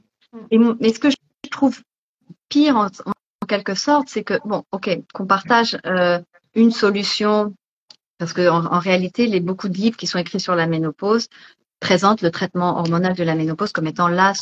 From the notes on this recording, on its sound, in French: il s'agit d'une rediffusion d'un live Instagram